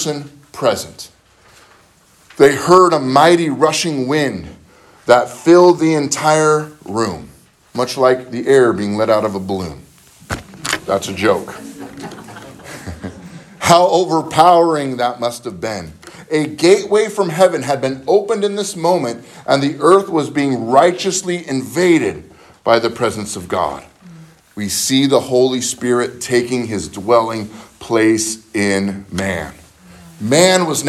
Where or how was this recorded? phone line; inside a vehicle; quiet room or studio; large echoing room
large echoing room